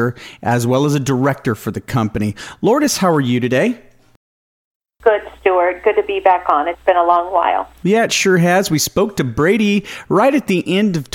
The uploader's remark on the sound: called in to SmallCapVoice